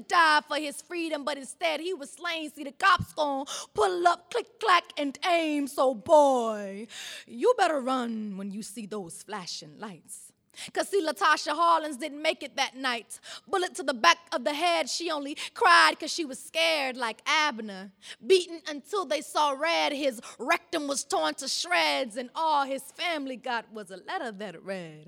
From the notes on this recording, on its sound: Open Mic at the National Poetry Slam. Making Contact partnered with the 2014 National Poetry Slam in Oakland, CA to produce this special open mic.